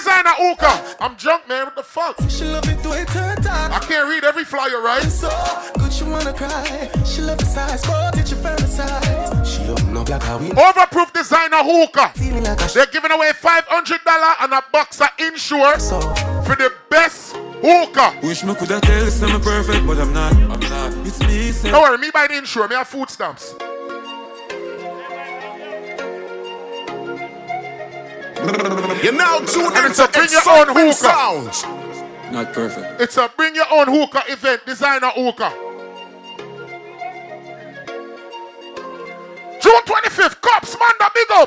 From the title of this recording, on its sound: Live At Toxxic Tuesdays